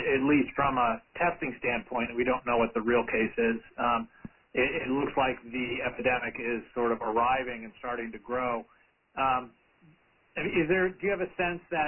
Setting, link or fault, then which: link, phone line